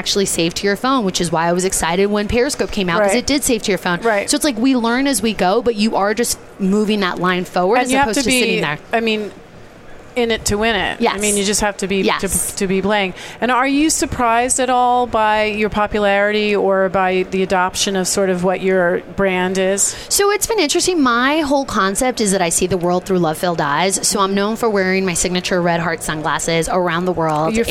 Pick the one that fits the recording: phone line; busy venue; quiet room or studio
busy venue